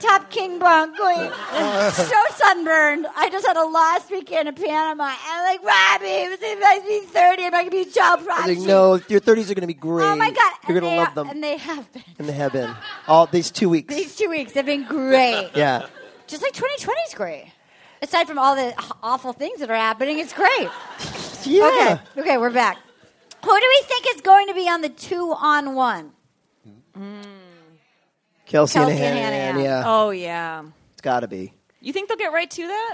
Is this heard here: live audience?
yes